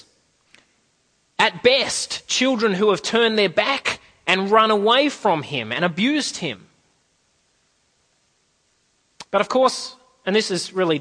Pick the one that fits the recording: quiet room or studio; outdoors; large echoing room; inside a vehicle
large echoing room